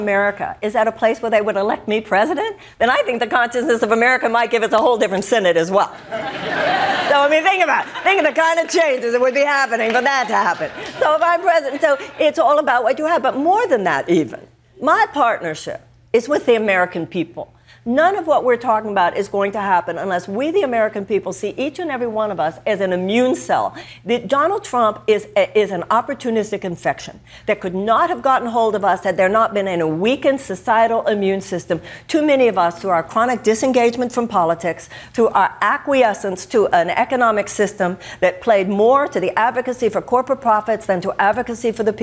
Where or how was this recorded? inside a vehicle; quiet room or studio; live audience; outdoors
live audience